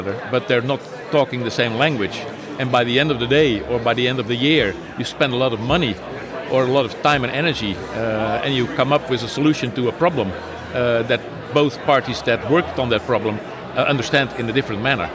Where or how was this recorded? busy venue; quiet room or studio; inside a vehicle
busy venue